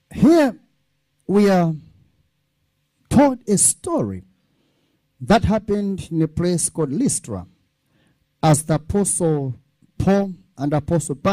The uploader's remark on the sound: This teaching was extracted from our Live Church Service on the Sunday of Miracles. Streams International is a Prophetic Church.